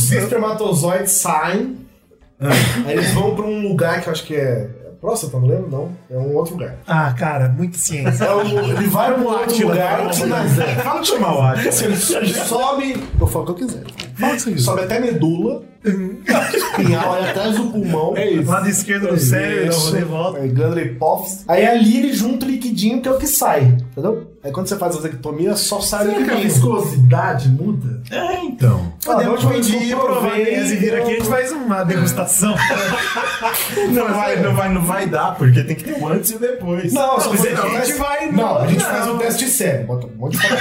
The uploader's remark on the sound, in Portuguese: GRAVAMOS COISAS MUITO BOAS DE UMA FORMA MUITO RUIM